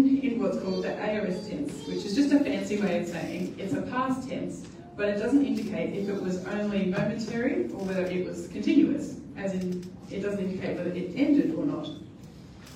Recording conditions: poor sound quality